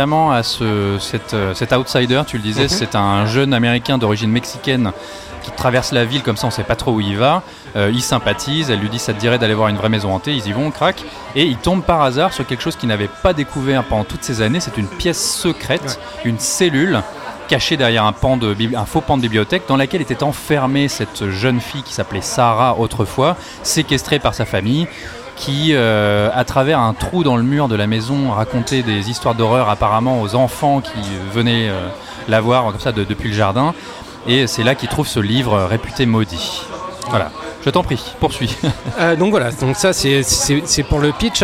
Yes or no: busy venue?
yes